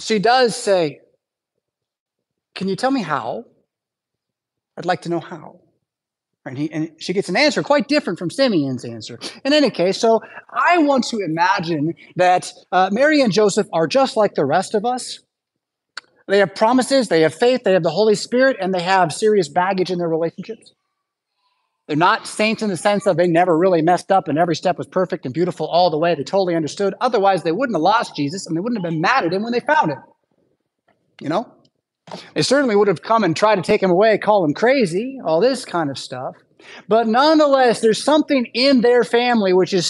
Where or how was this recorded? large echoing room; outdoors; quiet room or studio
large echoing room